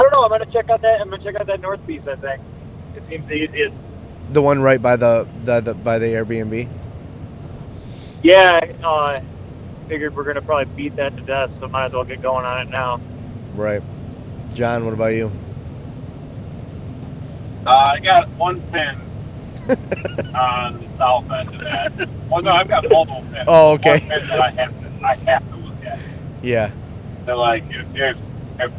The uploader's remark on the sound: We are on our way to our 1 week in November public land hunt and recorded our first episode of the trip in our vehicles.